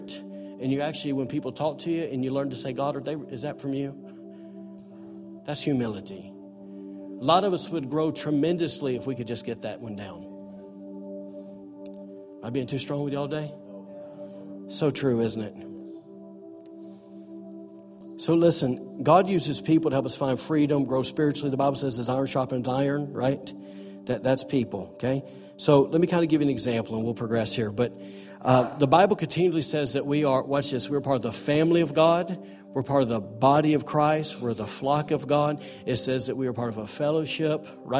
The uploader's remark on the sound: recorded on Sunday, January 28, 2018, during morning services at The ANCHOR Church in Rockport, Maine